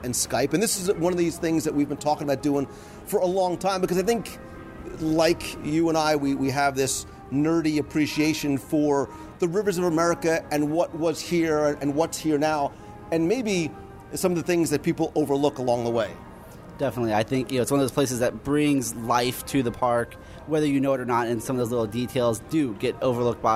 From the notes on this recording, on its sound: Recorded Live from Walt Disney World. Recorded LIVE inside the Magic Kingdom.